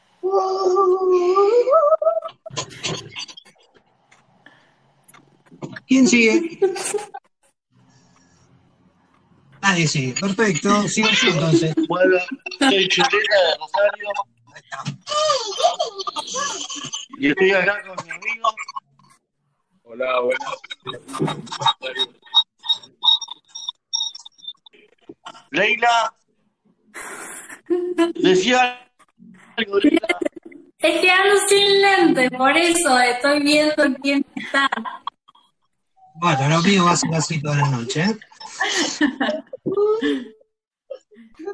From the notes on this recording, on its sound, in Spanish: La hicimos usando #jitsi. Juntada Virtual.